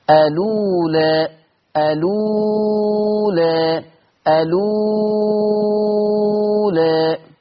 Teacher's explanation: الألف الأخيرة دي مقللة قولا واحدا